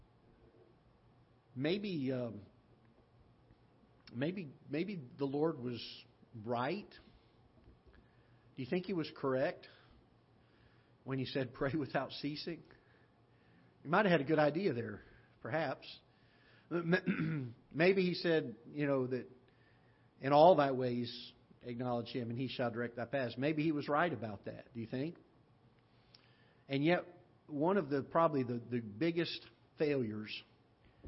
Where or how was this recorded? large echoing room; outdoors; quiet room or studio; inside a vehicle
large echoing room